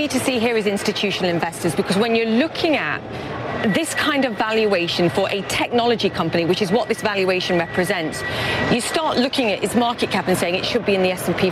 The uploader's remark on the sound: live from the New York Stock Exchange